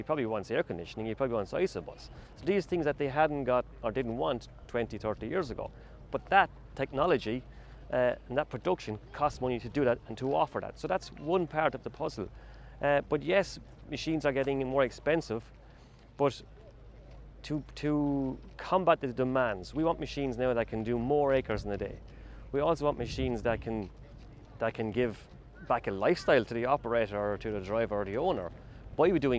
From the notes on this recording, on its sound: The team is ‘on location’ at the FTMTA Farm Machinery Show 2022 at Punchestown Racecourse in Co. Kildare.